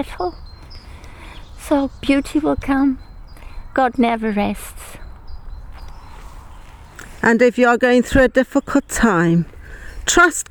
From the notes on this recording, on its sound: A practical session, recorded in the countryside.